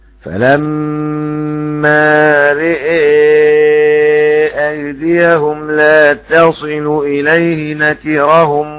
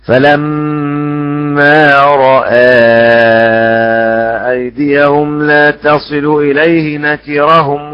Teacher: فأمال الراء والهمزة شعبة وفتحهما حفص